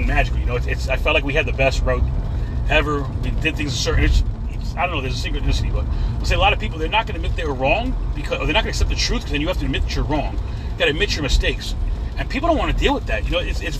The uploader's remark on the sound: In this CarCast